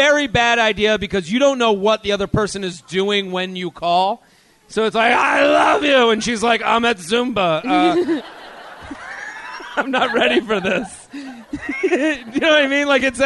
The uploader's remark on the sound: LIVE From The Comedy Zone in Charlotte